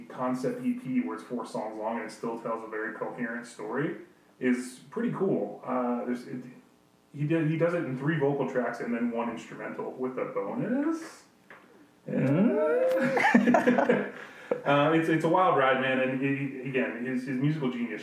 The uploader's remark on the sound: We apologize for the audio quality in this episode. It was a mishap that we attempted to correct but we realize the audio is not near the quality OTBC normally would like to post.